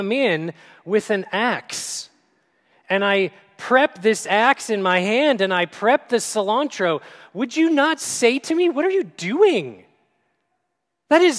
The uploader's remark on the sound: At Grace City Church in Fargo, North Dakota.